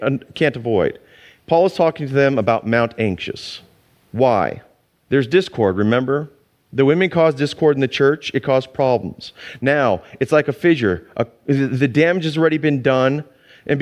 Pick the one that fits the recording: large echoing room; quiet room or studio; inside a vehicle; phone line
large echoing room